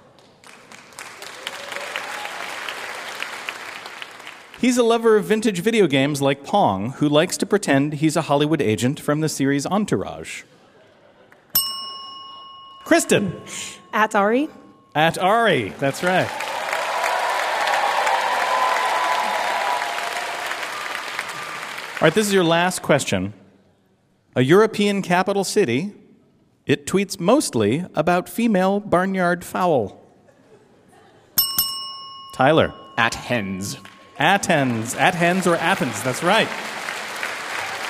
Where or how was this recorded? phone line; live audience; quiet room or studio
live audience